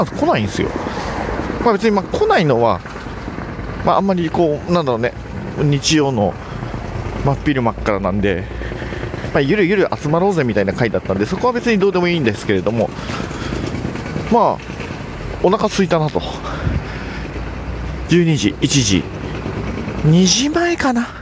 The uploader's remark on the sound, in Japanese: 2020年2月ごろに録音したお蔵出し音源をサルベージ！外を歩きながら。